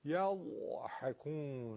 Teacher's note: حرف ح هم که دیگه بحه داره و تو گلو هستش و نازک